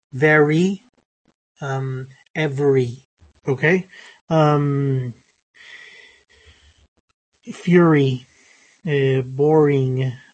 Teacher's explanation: You have a tendency of having an E rather than an I in word final positions.